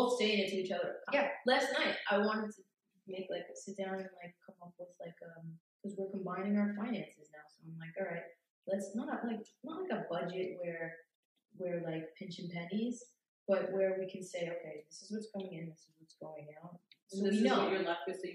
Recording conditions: poor sound quality